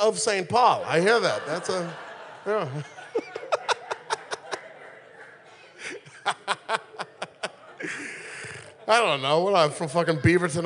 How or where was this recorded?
live audience